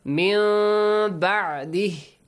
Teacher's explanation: It means changing Noon Sakin sound into a hidden meme sound. Which means actually the Ikhfa of Meme Sakin. · Term: Iqlab